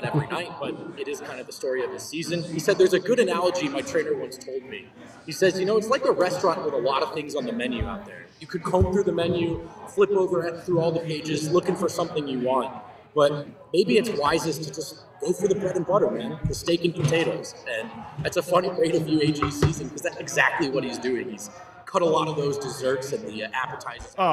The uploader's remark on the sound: live from the Winner's Lounge at the DNVR bar